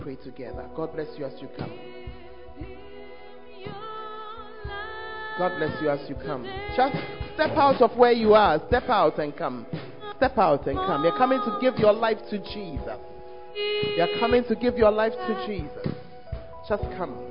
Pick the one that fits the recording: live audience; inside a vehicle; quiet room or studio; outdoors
live audience